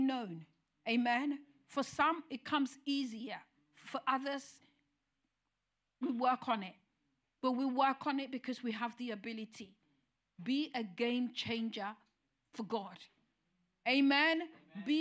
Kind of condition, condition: setting, large echoing room